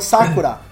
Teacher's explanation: Eles não falam Sakura acentuando no A. Eles falam Sakura.